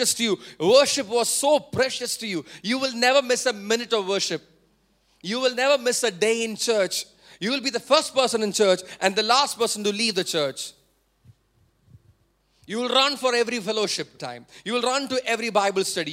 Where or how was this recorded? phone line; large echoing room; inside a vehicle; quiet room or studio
large echoing room